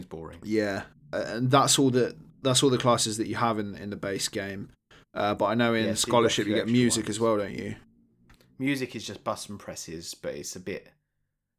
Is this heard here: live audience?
no